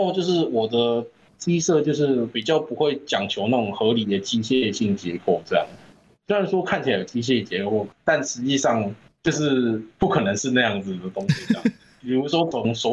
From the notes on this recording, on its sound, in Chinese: 本集由於是線上錄音 音質可能稍差一些